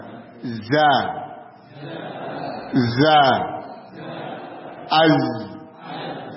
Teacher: Di antara sifatnya adalah shafir, yaitu suara tajam yang muncul pada huruf, suara tajam yang muncul pada huruf sebagai akibat dari sempitnya celah yang dilalui